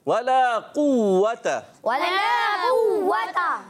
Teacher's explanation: काफ को पुर रखना है और यहाँ वाव पर तशदीद भी है तो जमाव के साथ वला कुव्वत, वला कुव्वत इल्ला बिल्लाहिल, इल्ला बिल्लाहिल।